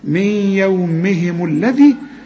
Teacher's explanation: نون بعدها الياء والياء من حروف الإدغام في غنة